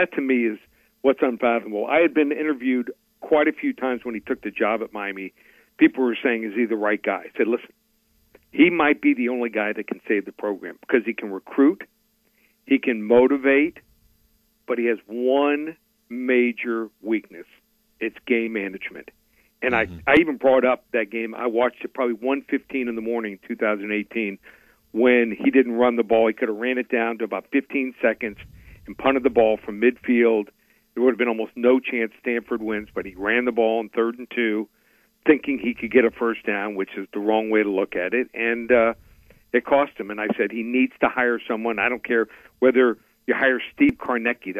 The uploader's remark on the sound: Joins the show on the Farm Bureau guest line talking about the best bets for the weekend live in the BankPlus Studio.